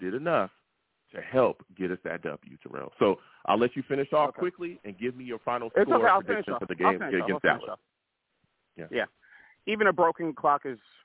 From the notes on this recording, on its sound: I take live callers!